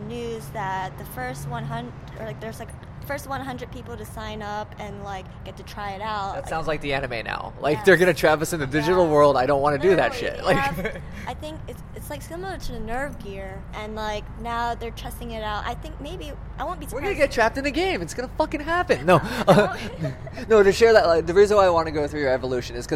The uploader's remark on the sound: It was recorded a couple weeks back during Anime Expo on Sunday.